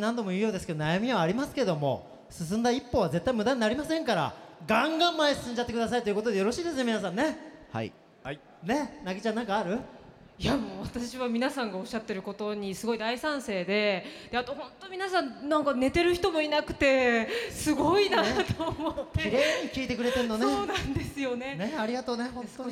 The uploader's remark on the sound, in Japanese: 就職イベントPREMIUM CAREER FORUM。国内最大級の就職イベントCareer Forumでおなじみ株式会社ディスコ主催のPREMIUM CAREER FORUMで「シューカツの王」初の公開収録を決行！